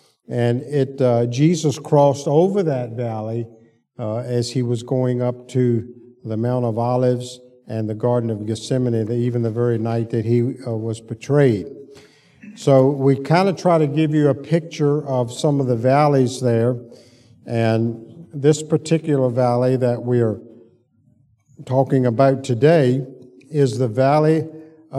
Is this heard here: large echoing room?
yes